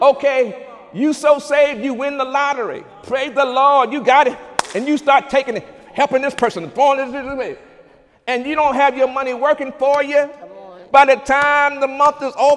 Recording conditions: large echoing room